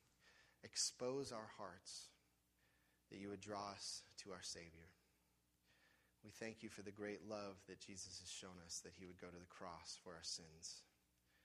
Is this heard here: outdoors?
no